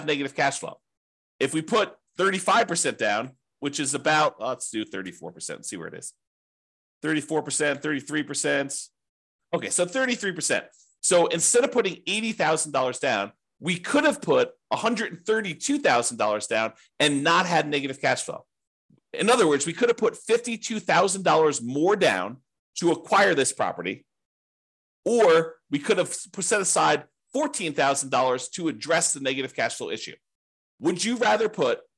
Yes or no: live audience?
no